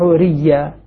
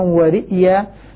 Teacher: نعم، يقرآن رئيا بإبدال الإبدال مع الإدغام، يبدل الهمزة ياء ساكنة فتلتقي مع ياء متحركة فيدغمان · Shown in: first take